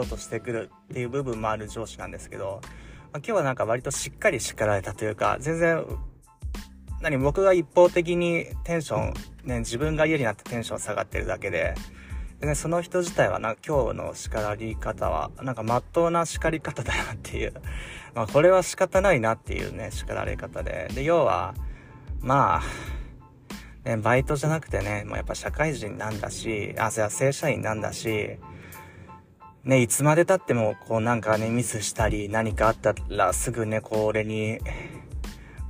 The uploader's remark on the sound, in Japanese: 仕事でミスり上司に叱られた直後に社用車の中からスマホ直取りでテンション下げ下げのまま録音しました。